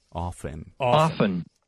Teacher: the correct pronunciation is often without a T · Term: no T